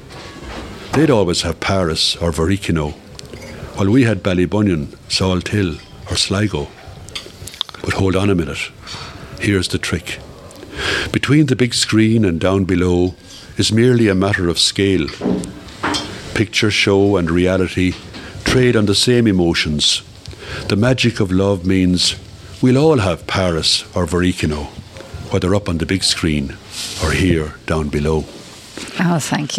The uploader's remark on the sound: live from Nualas in Tuamgraney